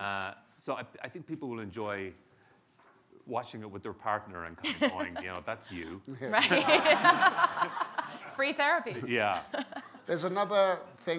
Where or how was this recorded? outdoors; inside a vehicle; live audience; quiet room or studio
live audience